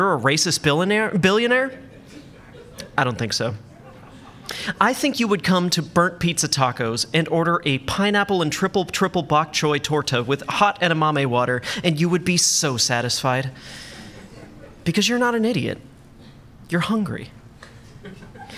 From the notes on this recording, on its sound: Welcome to our second show here at The Newton at First Draft at Changing Hands, at Phoenix, Arizona.